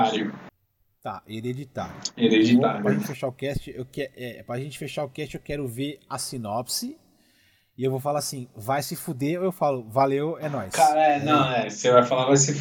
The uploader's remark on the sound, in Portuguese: Vale também dizer que enfrentamos dificuldades de áudio neste episódio, mas compromissados, fizemos assim mesmo.